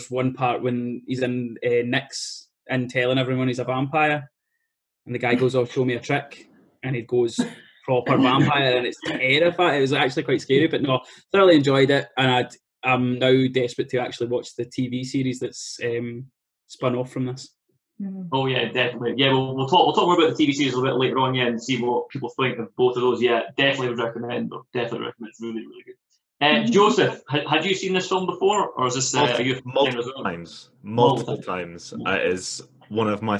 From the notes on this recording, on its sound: The Zoom season continues